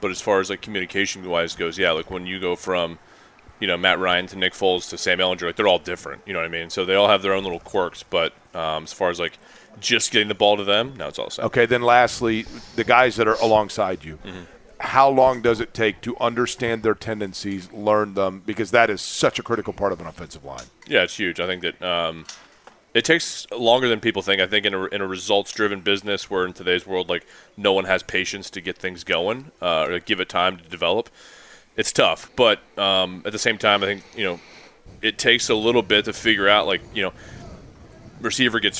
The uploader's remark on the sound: LIVE AT COLTS TRAINING CAMP!